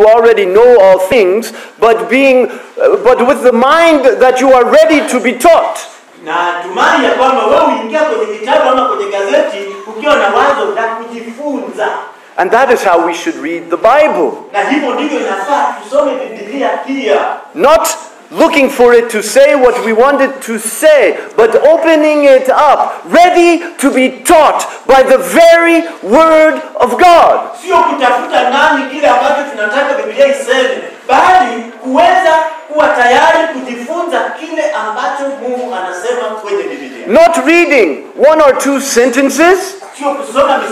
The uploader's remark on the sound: This sermon was preached at Mercy Baptist Church in western Kenya.